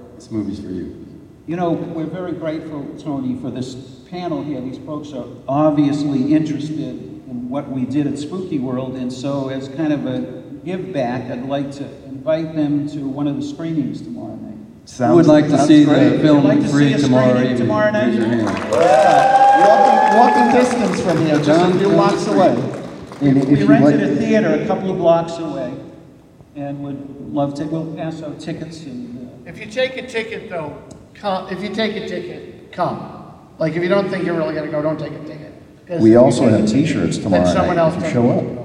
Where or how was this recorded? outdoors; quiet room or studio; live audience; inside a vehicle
live audience